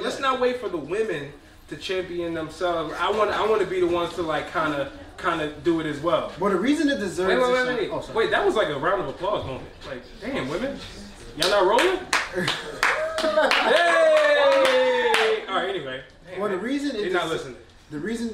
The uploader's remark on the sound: During the #CreatingInColor social mixer event in Washington, D.C. The #illadvisedwiseguys podcast had the pleasure of performing their FIRST EVER live show!